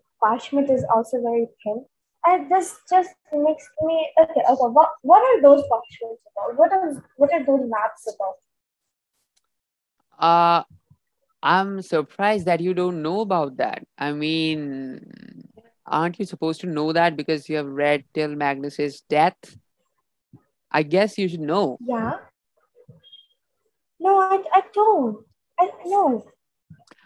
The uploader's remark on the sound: sorry for the glitchy audio